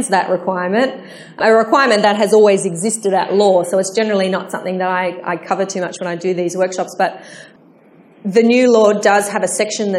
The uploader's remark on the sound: My live answers to the many questions I was asked by attendees after my 17 October presentation on the new NSW strata law.